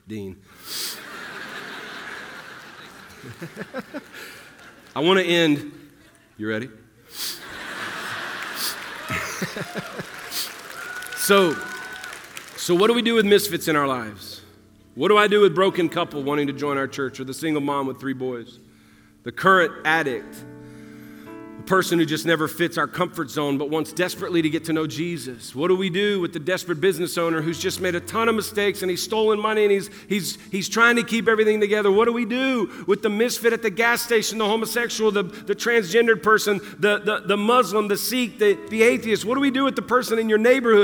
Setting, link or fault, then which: setting, live audience